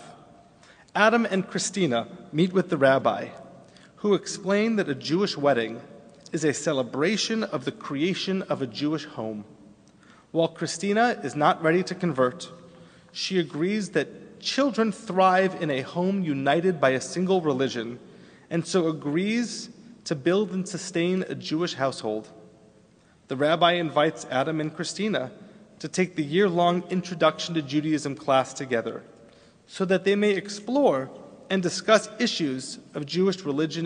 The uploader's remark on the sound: Delivered on Erev Rosh Hashanah at Temple Emanu-El on 9-28-11